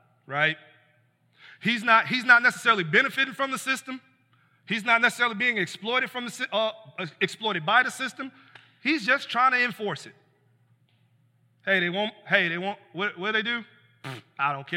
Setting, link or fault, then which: setting, large echoing room